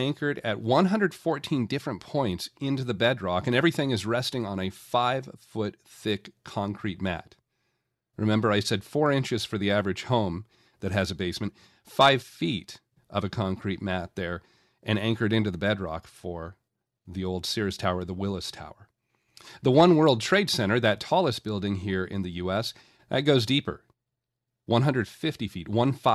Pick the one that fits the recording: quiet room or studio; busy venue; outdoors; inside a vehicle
quiet room or studio